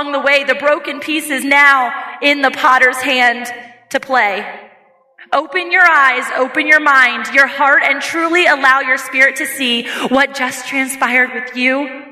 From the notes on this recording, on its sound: takes the stage at the 2023 Embrace Your Ambition Conference